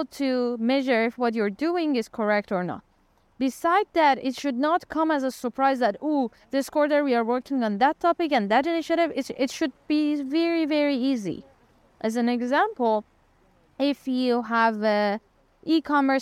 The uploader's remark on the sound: We recorded outdoor and let AI improve our recording. In the end, you will get a nice sound effect when we disable the filter for your reference.